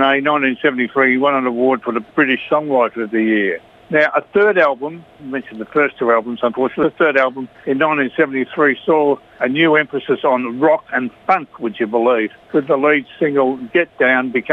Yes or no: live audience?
no